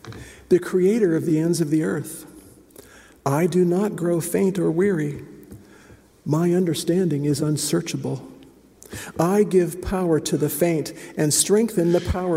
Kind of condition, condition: setting, large echoing room